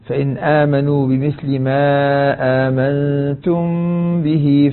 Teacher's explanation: مع الباء إخفاء شفوي تحتاج منك إلى غنة مشبعة · Term: الإخفاء الشفوي